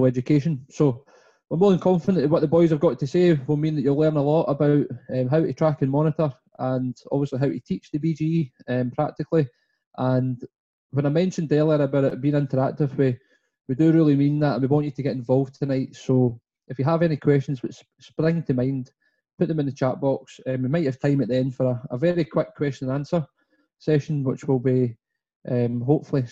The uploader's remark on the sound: our second live webinar